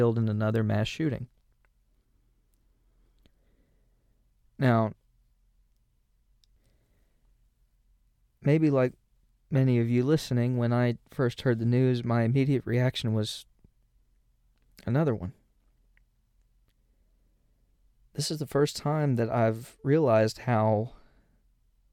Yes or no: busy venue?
no